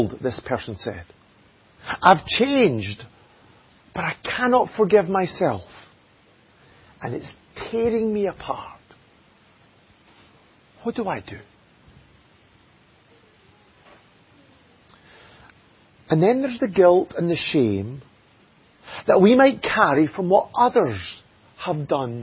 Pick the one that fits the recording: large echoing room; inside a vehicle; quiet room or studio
large echoing room